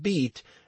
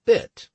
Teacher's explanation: plus or minus advanced tongue root, as in the contrast between the English vowels I of beat and the vowel I of bit